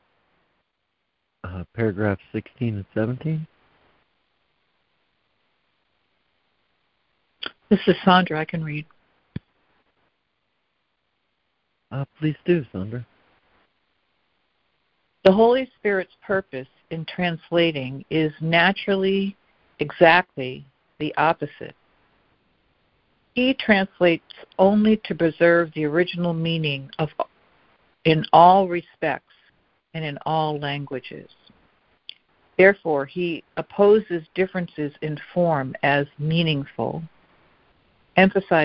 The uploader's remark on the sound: ACIM Daily Conference Call.